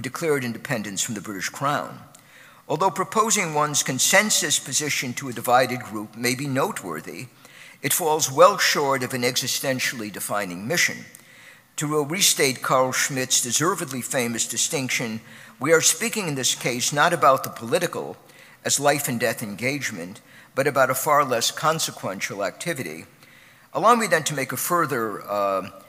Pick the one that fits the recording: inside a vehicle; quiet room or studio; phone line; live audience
live audience